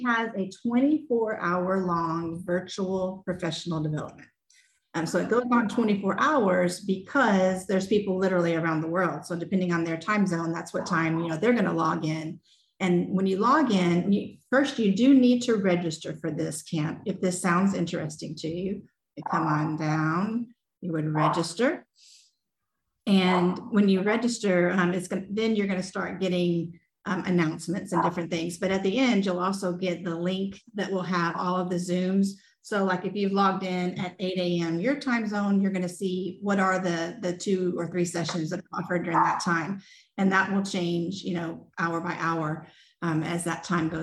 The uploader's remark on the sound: This podcast is a recording from a Zoom event held with middle school librarian.